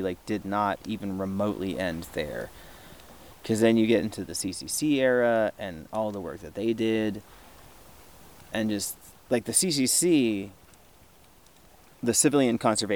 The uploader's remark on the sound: During my visit to the San Juan Islands. While enjoying a few drinks around the campfire, as you do.